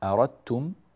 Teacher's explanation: كلمة أردتم، الدال هنا مع التاء في أردتم تدغم إدغام متجانسين، الدال مع التاء إدغام متجانسين صغير، لأن الدال والتاء من مخرج واحد